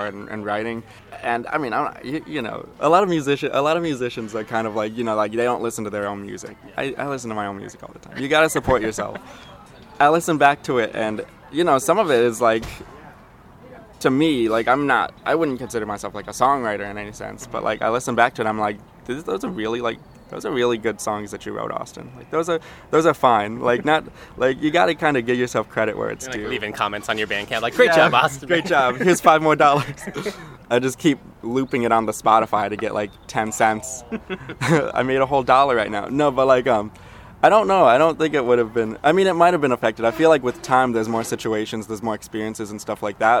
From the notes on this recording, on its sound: drink coffee at The Coffee Shop